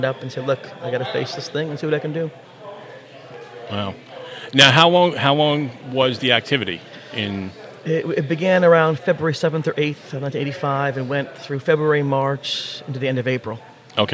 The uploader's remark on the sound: This week's show was recorded live at the NJ ParaUnity Expo.